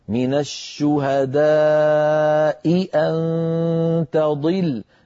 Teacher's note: فإن كان الذين يلحقوا سفيرا أو طائفة من الشهداء أن تضل إحداهما، التقى في النطق همزتان فبيانهما واجب، بيان الهمزة الأولى من الهمزة الثانية واجب. من الشهداء أن تضل، فنبين الهمزة الأولى من الهمزة الثانية.